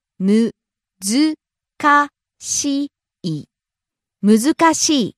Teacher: rising on the second syllable, ず, and coming down on the last syllable, い。